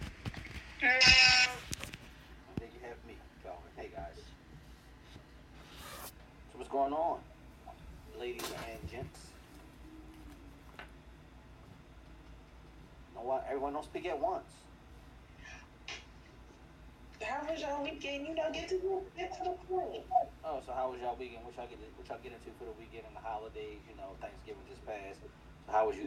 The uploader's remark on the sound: This week, we recorded remotely and it shows. Pardon the product.